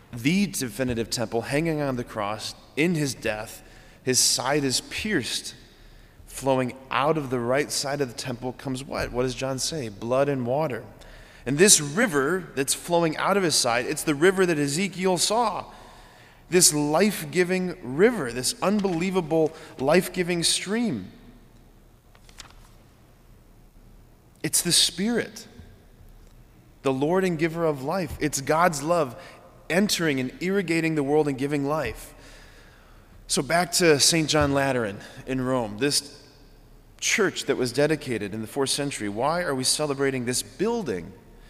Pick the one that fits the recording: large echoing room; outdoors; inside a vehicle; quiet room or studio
large echoing room